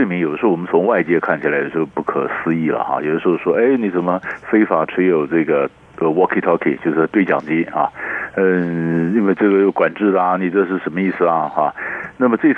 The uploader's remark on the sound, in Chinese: 連線訪問。